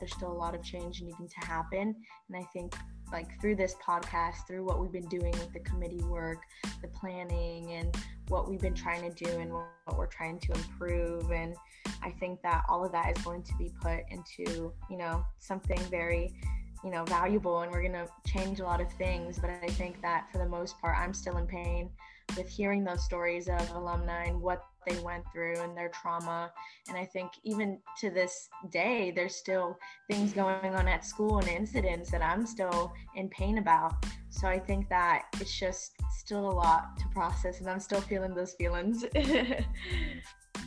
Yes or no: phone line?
no